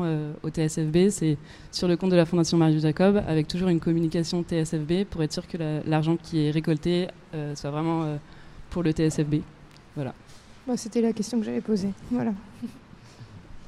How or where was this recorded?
busy venue